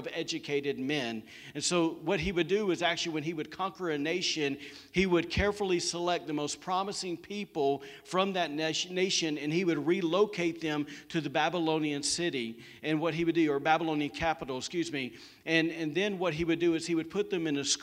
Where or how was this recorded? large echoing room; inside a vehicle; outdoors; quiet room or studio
large echoing room